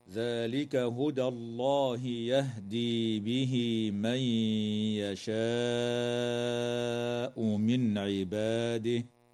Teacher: ترقق الدال في كلمة هدى وتفخم اللام بعدها في اسم الله تعالى